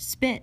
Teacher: When saying the word spit, however, we use the unaspirated allophone of the phoneme p